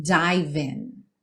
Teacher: Dive, o E não é pronunciado, você já junta o V no in. Dive in.